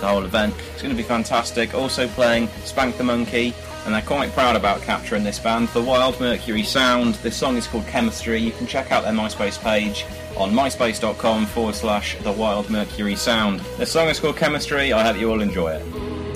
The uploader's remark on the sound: I took my mic along to Battle of the Bands and got a few interviews for you this week!